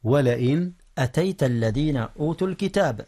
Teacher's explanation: أولا، قال الله تبارك وتعالى: ولئن أتيت. إن إظهار، إظهار النون قبل الهمزة، والهمزة من أحرف الحلق.